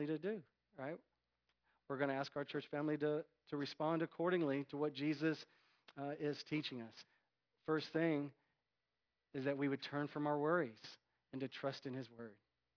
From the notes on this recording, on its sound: Recorded at North Village Church. Non-denominational church in Austin, TX.